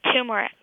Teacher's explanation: That's why we were wondering about how your mom learned that pronunciation, because she's putting the stress on the second syllable, and we just don't see that in any of the dictionaries. Yeah, usually people say it with the stress on the very first syllable